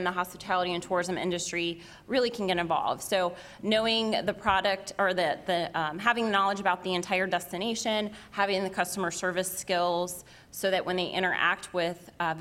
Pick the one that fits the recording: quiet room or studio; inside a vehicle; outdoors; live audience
live audience